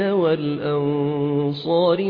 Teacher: نبدأ بحكم الإخفاء في كلمة والأنصار، النون الساكنة وبعدها حرف الصاد وهو حرف إخفاء، نخفي النون بالصاد مع بقاء غنة للنون زمنها حركتان من غير تشديد